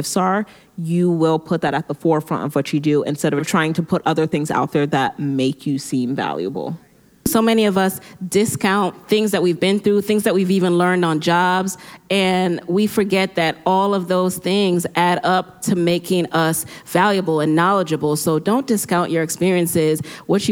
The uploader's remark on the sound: LIVE PODCAST!